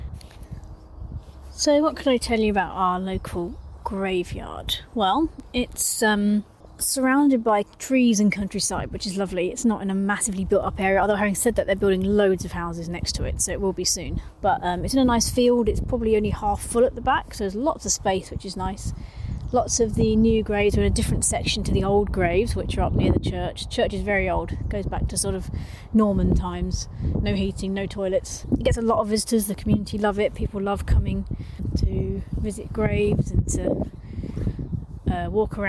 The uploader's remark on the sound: As I wandered around our local one I recorded my thoughts out loud to share with you. Down to the local church graveyard with me, where I recorded a few of my musings (with added wind noise, which I've found a way to correct for next time!).